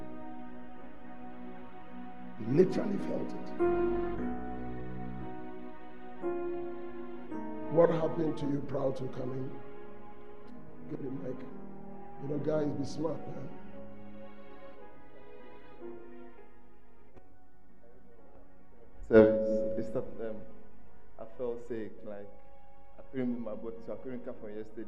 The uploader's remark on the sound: The Proton Convention Day 2 at The Fountain of Life Cathedral, Ayeduase - Kumasi.